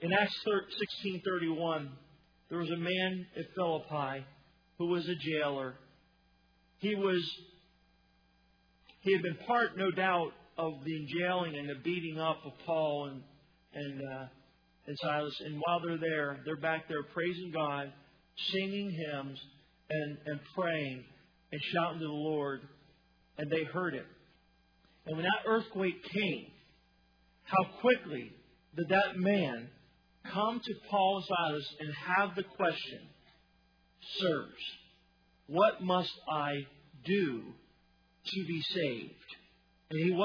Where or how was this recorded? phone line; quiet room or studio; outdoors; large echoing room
large echoing room